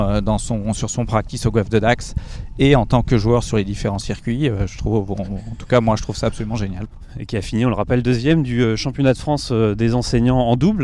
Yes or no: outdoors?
yes